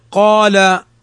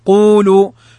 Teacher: كلاهما مفخم لكن الأول أكثر تفخيما